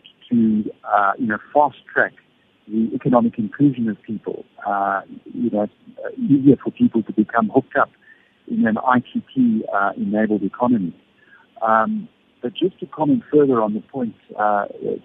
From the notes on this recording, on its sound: We are joined on the line. Correspondent based in Kigali, Rwanda.